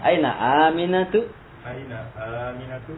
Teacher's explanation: A-nya yang agak dipanjangin